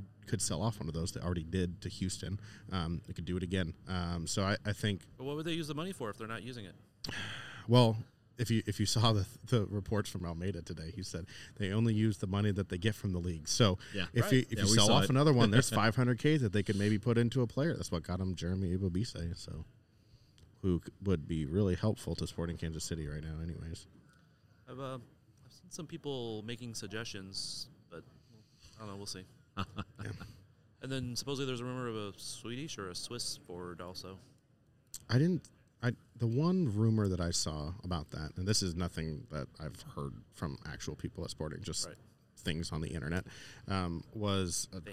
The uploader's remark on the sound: We're back to recording in-person as we enjoy podcast row at the United Soccer Coaches Convention in Downtown KC